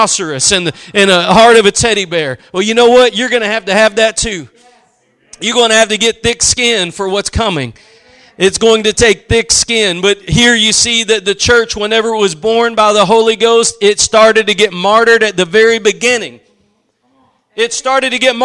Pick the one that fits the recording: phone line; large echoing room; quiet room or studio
large echoing room